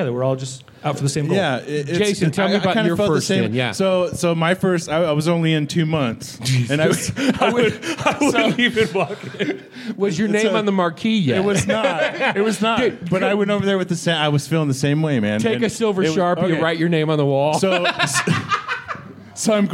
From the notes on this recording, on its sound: LIVE at the Green Room Flagstaff for The Big Pine Comedy Festival. Live From Big Pine. LIVE at the Green Room Flagstaff for The Big Pine Comedy Festival.